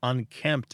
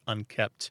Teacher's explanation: But, you know, there's a phonological thing happening there, too, that consonant cluster in the middle, that MPT, sometimes makes unkempt sound like unkept